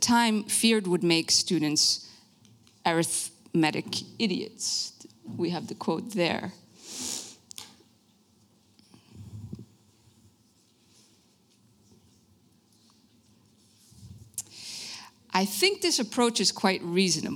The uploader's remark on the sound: Lecture at Denkwerk Festival. De Lindenberg.